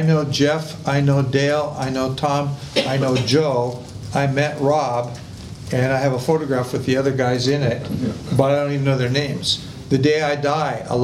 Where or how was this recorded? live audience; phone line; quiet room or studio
live audience